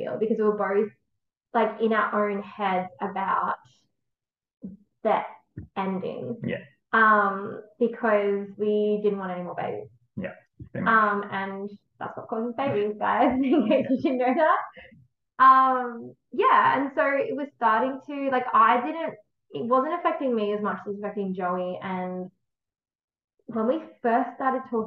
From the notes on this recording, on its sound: We had a few errors recording this and I apologise for the muffled audio due to the microphone not being connected properly!